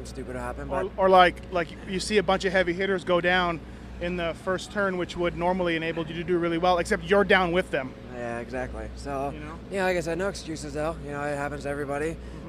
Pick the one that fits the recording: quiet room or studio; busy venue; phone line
busy venue